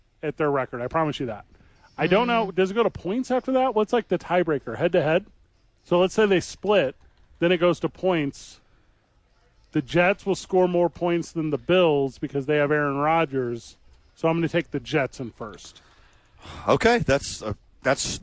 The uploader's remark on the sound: live from ABQ AXE